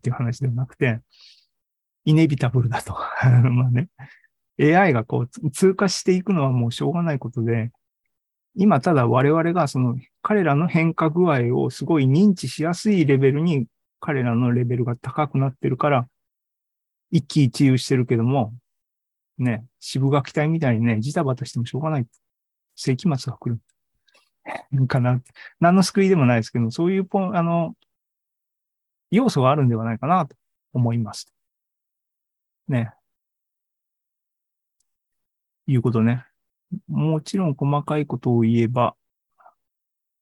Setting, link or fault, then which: link, video call